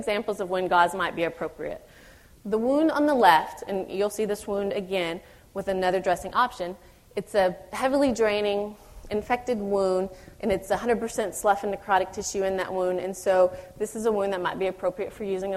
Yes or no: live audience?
yes